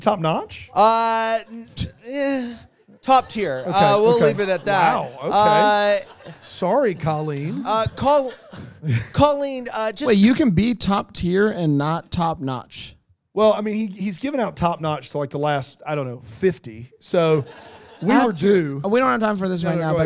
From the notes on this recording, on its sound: LIVE FROM BRAMBLE FEST